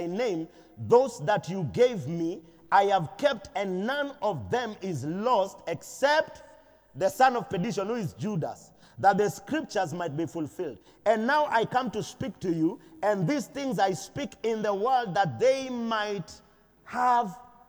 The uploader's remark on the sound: Preached at Deliverance church Eastleigh